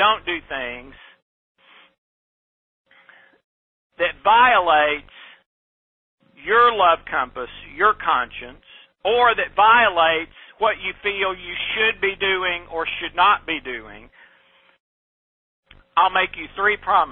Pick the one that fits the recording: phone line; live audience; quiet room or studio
phone line